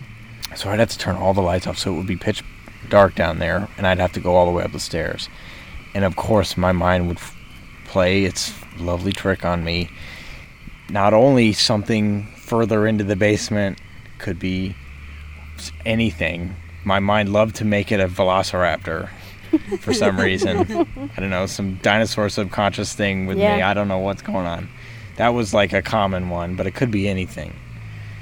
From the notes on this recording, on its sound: we traveled into the woods and recorded a brief case around the campfire!